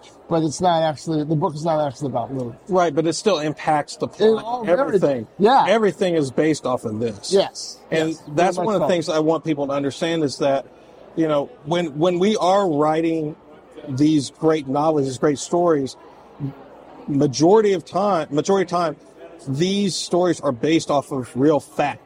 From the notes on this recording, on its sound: Beyond the Pen Goes Live at HEPL Local Author's Book Fair 2023. Recorded live at HEPL Local Author's Book Fair 2023.